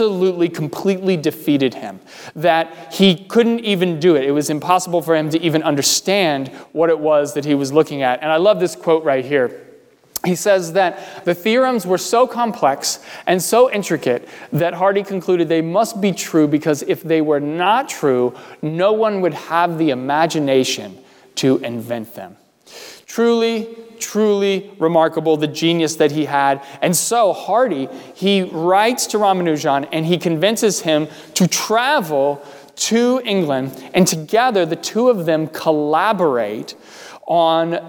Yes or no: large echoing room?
yes